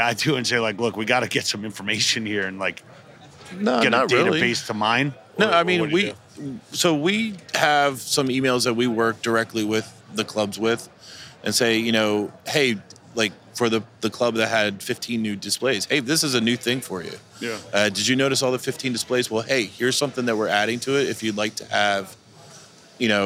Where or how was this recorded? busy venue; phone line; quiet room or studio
busy venue